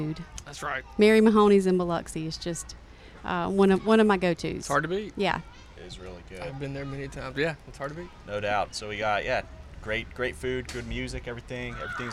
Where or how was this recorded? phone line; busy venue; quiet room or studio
busy venue